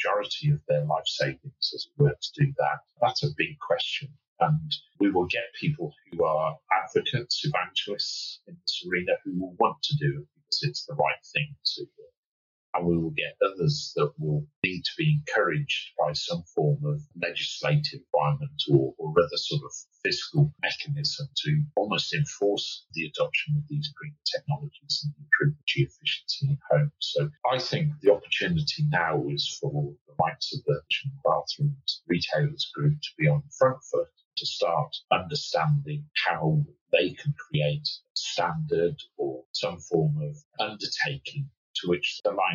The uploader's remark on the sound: We"ll confess that some of the audio quality isn't great in this conversation but we wanted to put it out anyway.